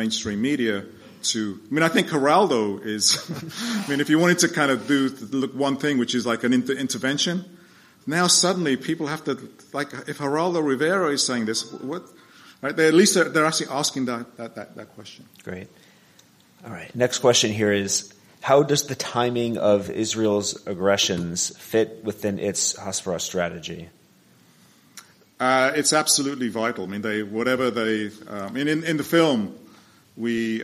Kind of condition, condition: setting, live audience